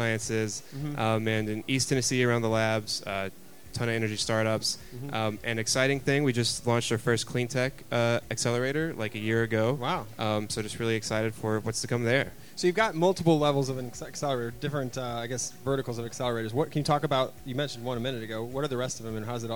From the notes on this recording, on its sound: We hear a panel discussion that took place at the Established Lounge during SXSW with members from our partner for the event, Launch Tennessee.